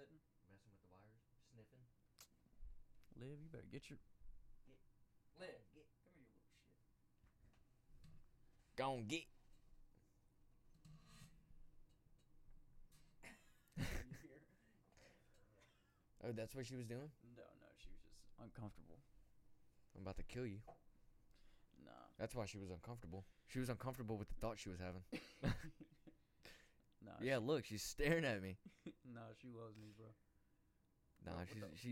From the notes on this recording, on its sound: Sorry about the audio its really low.